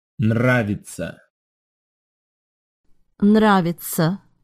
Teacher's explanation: note how the emphasis is on the first syllable.